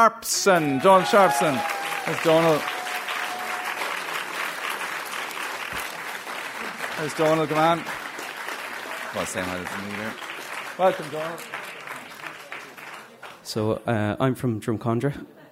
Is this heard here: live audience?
yes